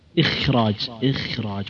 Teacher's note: ليه ضعيف حرف الخاء؟ لأن فيه صفة همس